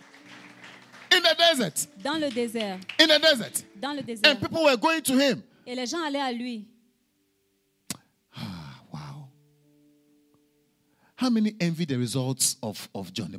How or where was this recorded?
large echoing room